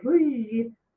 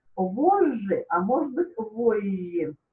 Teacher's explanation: мягкое «ж», длинное, долгое в некоторых словах, это как раз то, что осталось с тех древних времен, когда «ж» было вот таким, а не современным «ж».